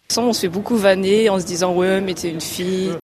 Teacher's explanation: en lugar de decir « tu es », ella dice « te »